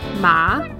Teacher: The third tone falls and then rises.